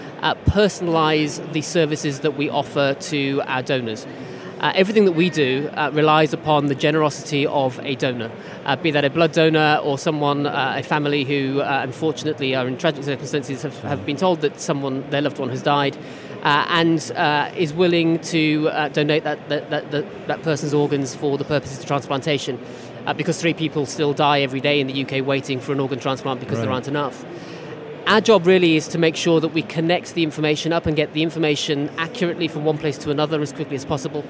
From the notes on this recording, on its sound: recorded in partnership with Microsoft from their Future Decoded event in ExCeL, London